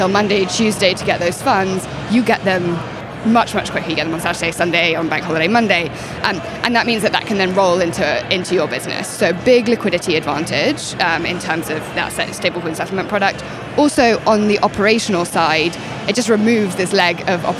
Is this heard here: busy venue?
yes